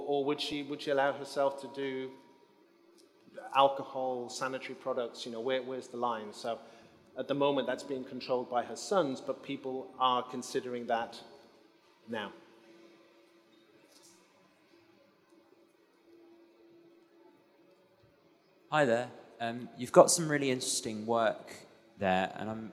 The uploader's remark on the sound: Recorded at New Blood Festival 2019 in London